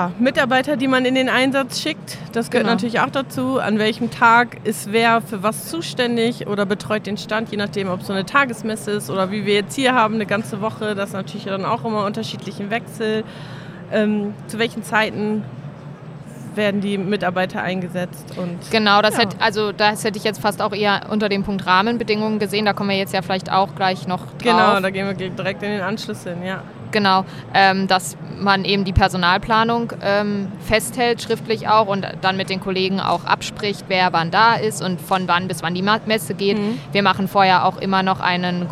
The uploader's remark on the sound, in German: Live von der Didacta in Stuttgart